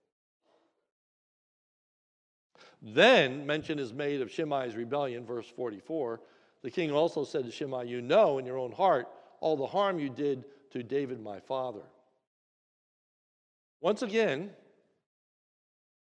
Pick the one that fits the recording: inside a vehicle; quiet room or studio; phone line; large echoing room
large echoing room